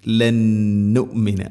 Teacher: കുൽത്തും യാ മൂസ ലൻ നുമിന, സാക്കിന നൂന് ശേഷം നൂന്, ഇദ്ഗാം ബിഗുന്ന, നൂനിന് അടുത്ത നൂനിലേക്ക് ഇദ്ഗാം ചെയ്ത് അഥവാ കൂട്ടി ലയിപ്പിച്ച് മണിച്ചുകൊണ്ട് ഉച്ചരിക്കണം. ലന്നുമിന, ഗുന്നയുടെ ദൈർഘ്യം രണ്ട് ഹർക്കത്താണ്.